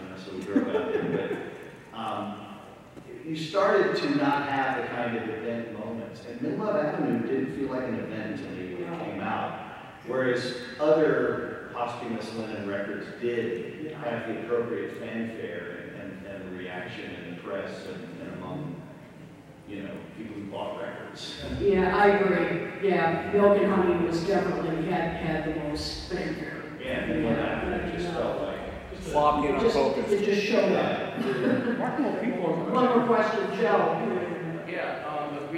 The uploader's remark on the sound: Recorded at the 2023 Chicago Fest. Apologies on the audio quality on this one.